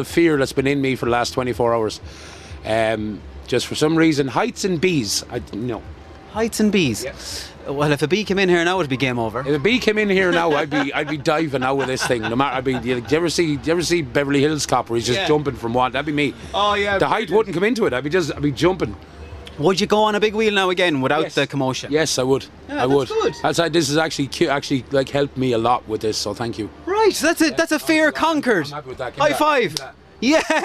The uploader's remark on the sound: This episode is live from The Big Wheel at the Galway Christmas markets